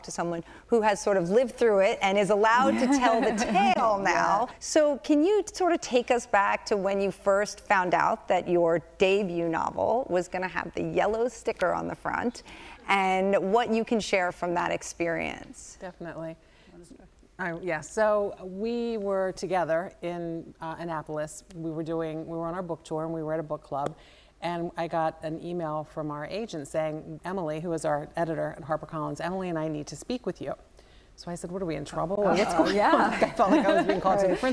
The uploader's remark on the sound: LIVE from the Westhampton Beach Performing Arts Center. Since we're LIVE with an audience, you get to hear questions from those who came to watch us!